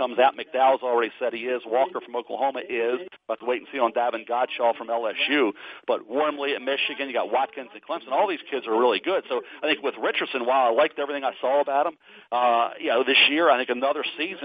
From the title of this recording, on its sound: NFL Draft Conference Call